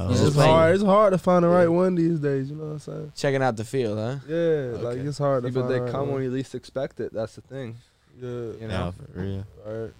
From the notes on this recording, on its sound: join the boys in the truck